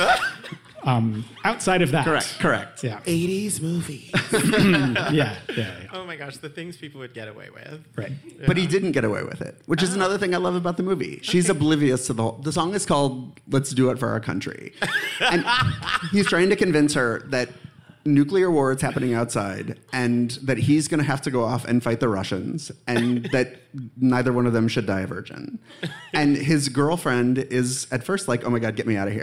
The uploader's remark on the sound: It's the very first Spark Parade live show!! Three fantastic guests join me live. In front of a live audience at Brooklyn's incredible C'mon Everybody.